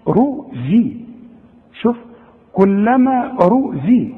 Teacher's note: الزين دي من الحروف المرققة، لكن هنا عندي مكسورة فتكون اكثر رقة